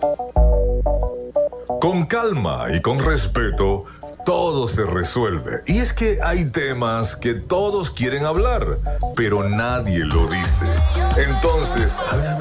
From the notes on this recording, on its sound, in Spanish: En el programa de hoy sostuvimos una charla telefónica con la primera dama del estado Zulia.